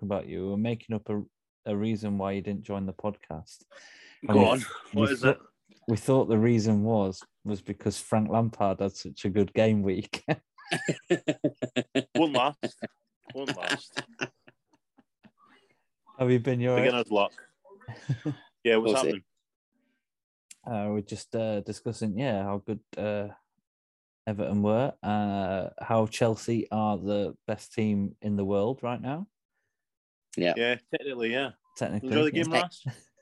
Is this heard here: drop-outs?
yes